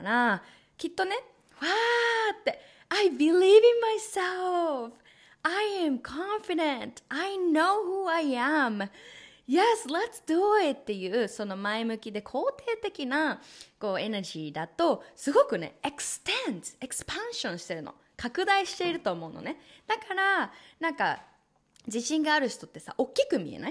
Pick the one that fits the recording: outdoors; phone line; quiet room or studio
quiet room or studio